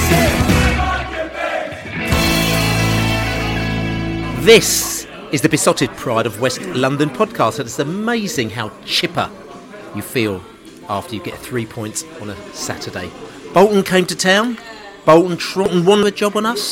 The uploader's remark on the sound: Reading pre-match podcast from the pub. A very lively Cross Keys pub in Stamford Brook, Hammersmith.